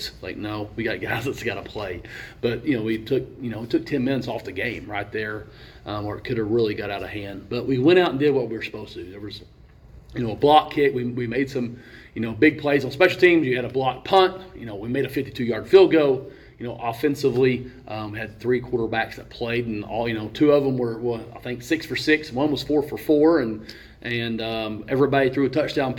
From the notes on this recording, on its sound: This interview was recorded at the TVCC Fieldhouse